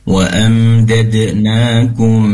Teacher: pastikan ikhwanya lebih lama durasi mendengungnya.